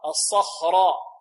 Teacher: الراء هنا الصخرة لماذا فخمناها؟ لأنها مفتوحة